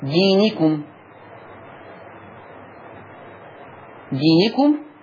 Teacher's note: دينكم فيها صلة الميم بمقدار الإشباع ست حركات